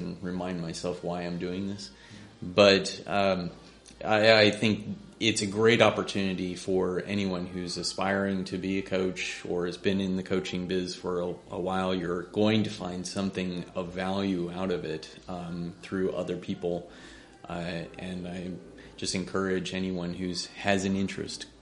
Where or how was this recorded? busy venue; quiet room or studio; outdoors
busy venue